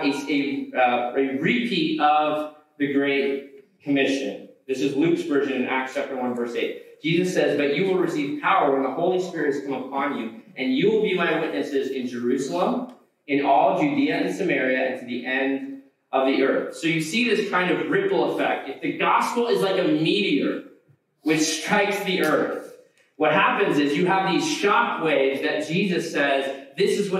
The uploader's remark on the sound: We apologize for the poor audio quality of today's podcast.